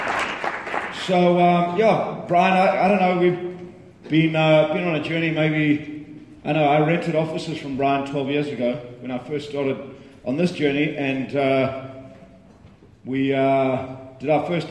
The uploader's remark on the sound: This is a live recording. At The Real Entrepreneur event.